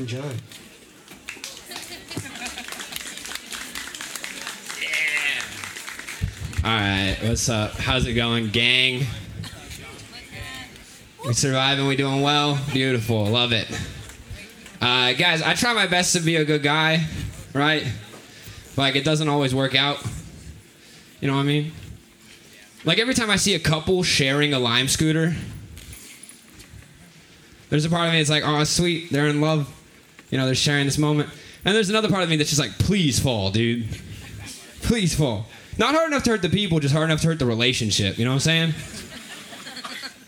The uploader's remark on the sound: Recorded live at Late at the Lake, at Mozart's Coffee Roasters in Austin, Texas on Tuesday, July 12th, 2022.